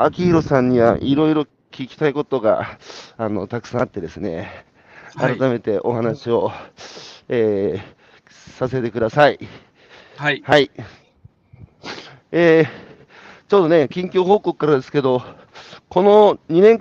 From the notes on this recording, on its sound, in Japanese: 歩きながら1時間、対談する